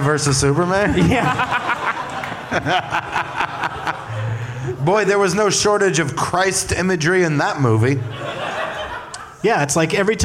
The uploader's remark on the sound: Live from the San Jose Improv